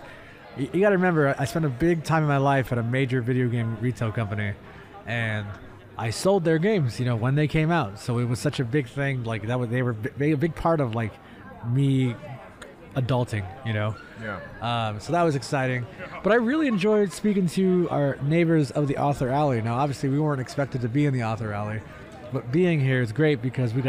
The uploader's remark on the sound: “Live” from Fan Expo Portland!